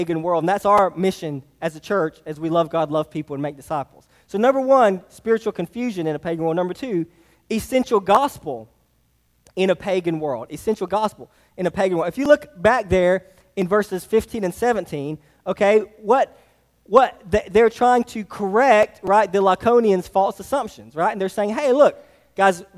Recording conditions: large echoing room